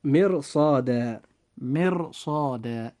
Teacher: جاء فيها حرف الراء ساكنا وما قبل حرف الراء جاء حرف الميم مكسورا وما بعد حرف الراء جاء حرف الصاد هو حرف من حروف الاستعلاء، فوجب أن نفخم الراء أيضا في هذه الحالة فنقول مرصادة. · Term: تفخيم حرف الراء